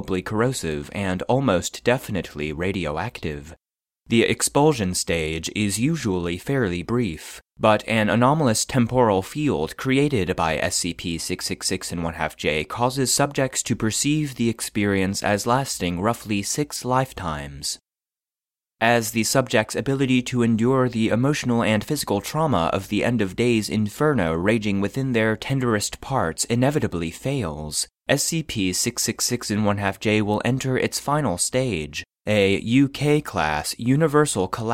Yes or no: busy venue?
no